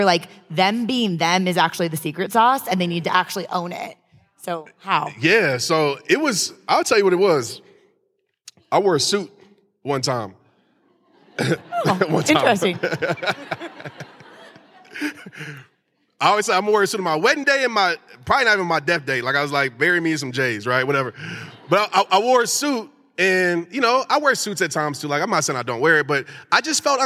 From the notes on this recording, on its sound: recorded at the empowerHER LIVE event